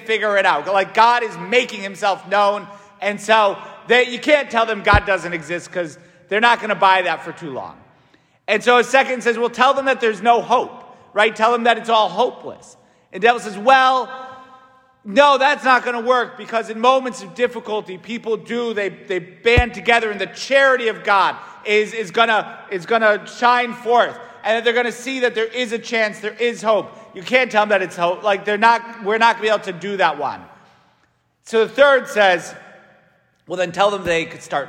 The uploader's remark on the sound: St Francis Catholic parish homily preached by Fr.